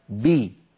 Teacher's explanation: وإن كانت الباء مكسورة، خرجت بالتباعد بين طرفي عضو النطق اللذان هما الشفتان، وصاحب ذلك انخفاض قليل للفك السفلي وارتفاع لوسط اللسان